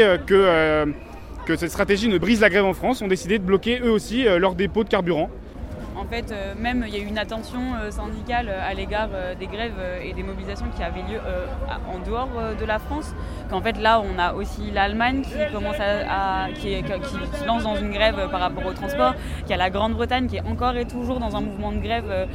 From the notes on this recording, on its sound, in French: nous étions en direct du cortège parisien